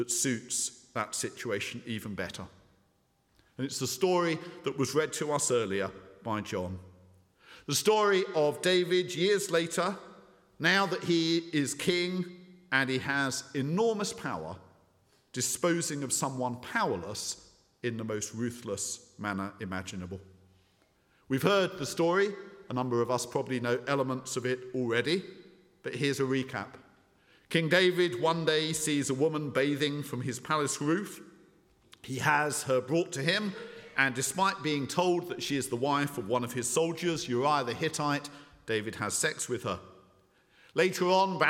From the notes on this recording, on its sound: speaking at the 9:30 service